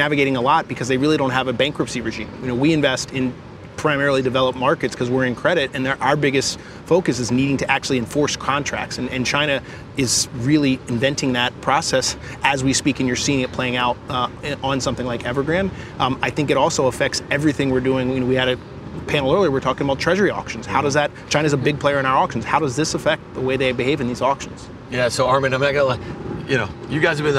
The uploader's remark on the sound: we’re back for a second day at the iConnections Global Alts Conference in Miami Beach